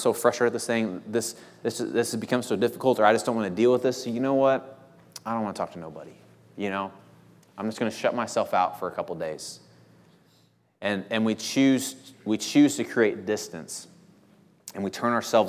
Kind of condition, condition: setting, large echoing room